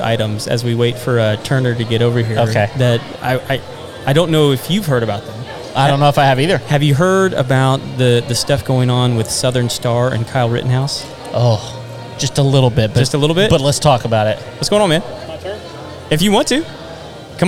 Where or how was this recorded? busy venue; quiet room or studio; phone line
busy venue